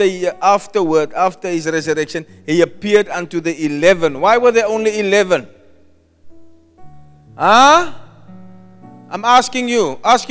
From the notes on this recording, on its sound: Preached at Zion Sanctuary, Cape Town